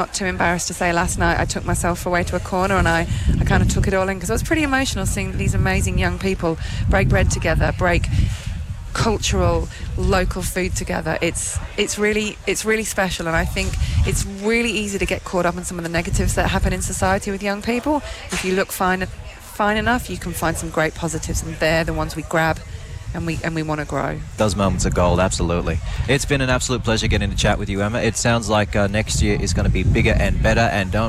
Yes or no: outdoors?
yes